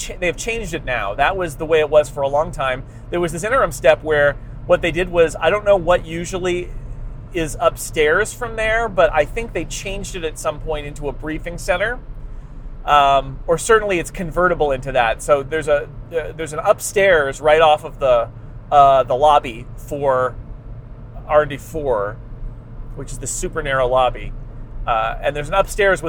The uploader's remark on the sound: Live From Interstate 280. Fresh from Apple’s March 21 event in Cupertino and keeps him company on his long drive home up Interstate 280.